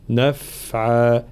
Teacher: الانتباه خاصة إلى حرف الفاء في صفة الرخاوة في كلمة نفعا، فلا نقول نفعا، لا، الفاء هنا لابد من جريان الصوت حال سكونها